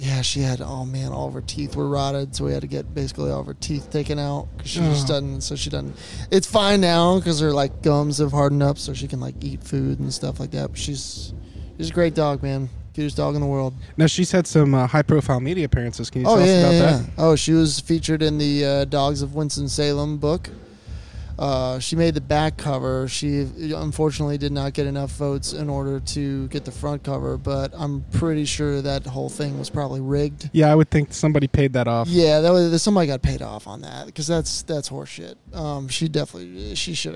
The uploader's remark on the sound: In-person interview live from the Green Room at Reverb in Reading,PA! We take questions from the fans.